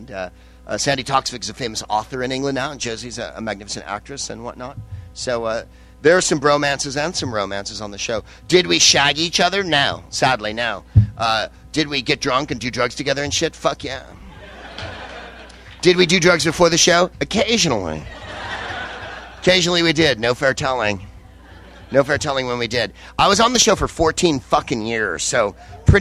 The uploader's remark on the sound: Vodkasting live from the SXSW conference in Austin, TX